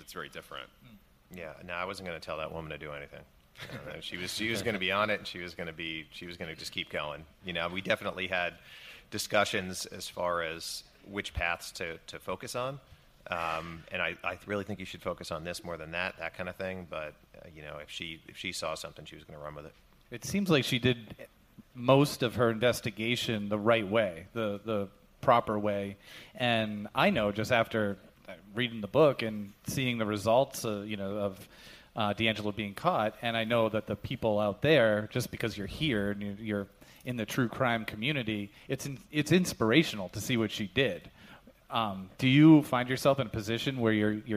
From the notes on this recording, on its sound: We're live at Crime Con 2018 in Nashville